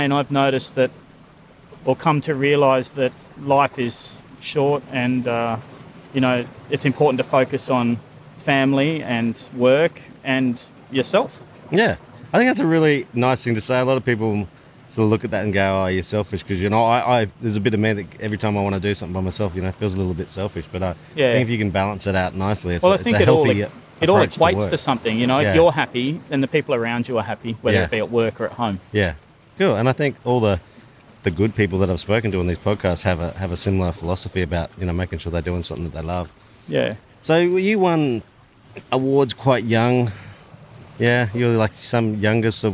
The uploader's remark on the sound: This Prodcast was recorded before the Covid-19 outbreak in Australia. We recorded this episode on the edge of the Sydney Harbour with views from the city to Sydney heads.